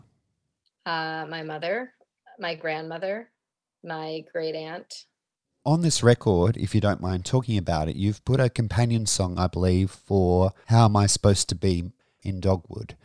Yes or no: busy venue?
no